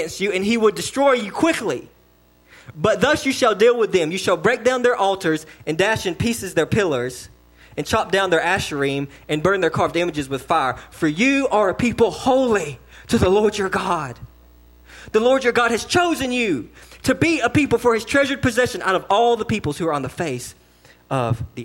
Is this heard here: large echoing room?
yes